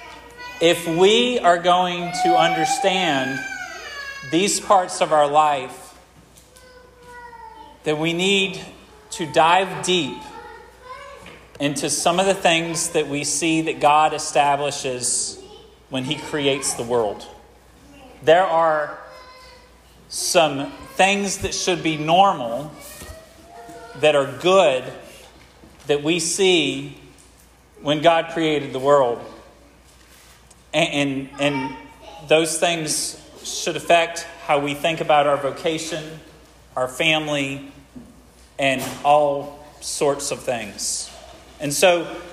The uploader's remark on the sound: This sermon was preached at Hope Fellowship